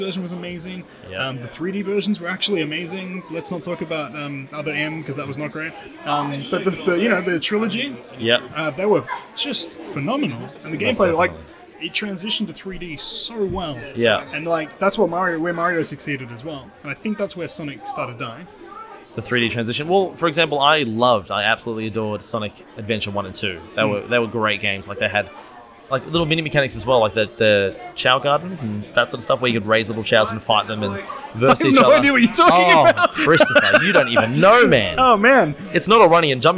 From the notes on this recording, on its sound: Coming at you live from the Go Game Retro Market in Melbourne, surrounded by retro games and nostalgia